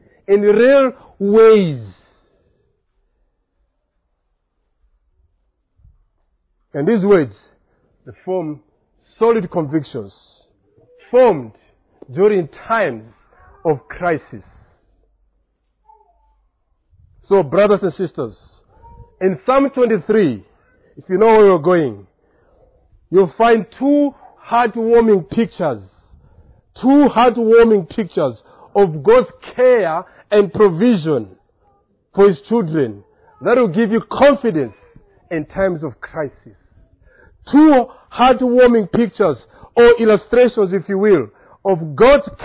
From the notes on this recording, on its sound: Preached on 3rd October at Reformation Bible Church , Lilongwe